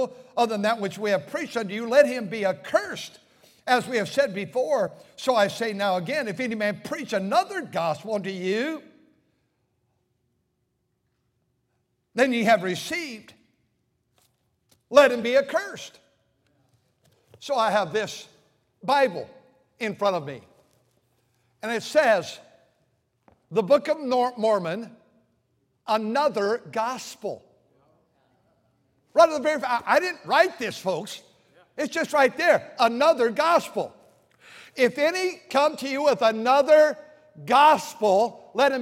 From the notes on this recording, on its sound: during the Sunday Morning service on November 26, 2023, at North Valley Baptist Church in Santa Clara, California.